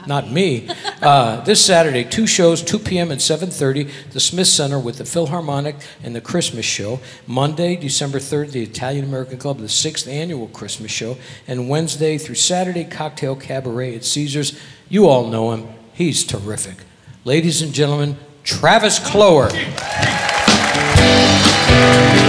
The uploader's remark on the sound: Live at the SouthPoint Casino